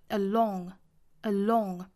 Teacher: 美式发音虽然没有像英式这么紧张，但是仍然唇形是有一个向前凸的一个动作，唇形是一个聚拢的状态 · Term: 唇形向前聚拢